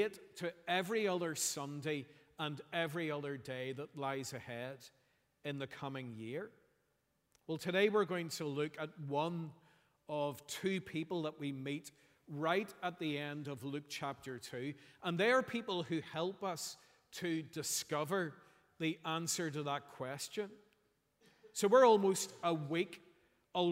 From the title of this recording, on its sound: Sunday 31st December 2023 morning service